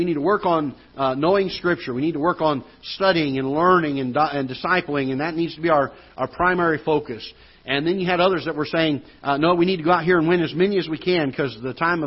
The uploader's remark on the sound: Ketha Heights Baptist Church ~ Live Broadcast